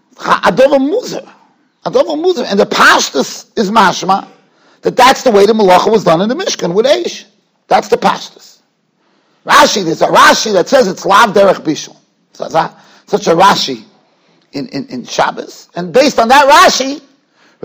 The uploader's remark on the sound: Shiur recorded in Yeshivas Ohr Reuven, Monsey, NY.